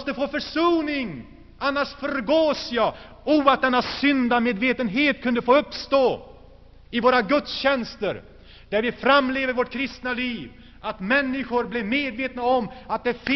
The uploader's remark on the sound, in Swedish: Inspelad i Saronkyrkan, G&#246;teborg 1985-01-27.